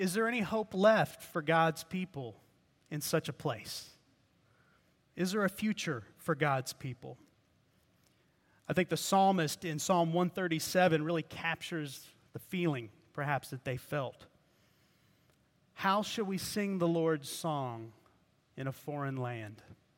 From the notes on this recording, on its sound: preached at Redeemer Presbyterian Church in Charleston, SC.